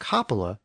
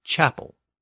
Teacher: But then, within standard Old French, the initial K sound shifted to a CH sound, and capilla became chapel.